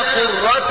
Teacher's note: بالتاء المربوطة ويوقف عليها بالهاء